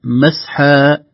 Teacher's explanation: لو وقفنا سنقف مسحا ولا ننطق الميم، لن نقول مسحم عند الوقف، يعني هذه الميم لن تستعمل